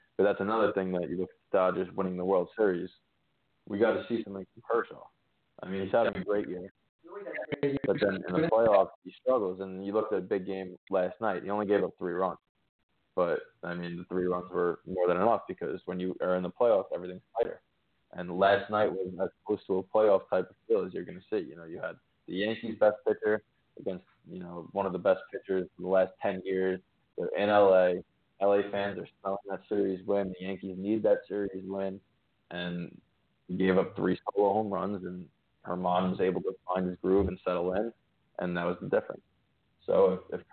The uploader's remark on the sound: Answering your phone calls.